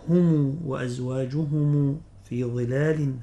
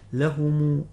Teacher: يقرأ بضم ميم الجمع يصلها إذا وصل الكلمة، ما إذا وقف عليها يقف بالإيه بالسكون. · Term: صلة ميم الجمع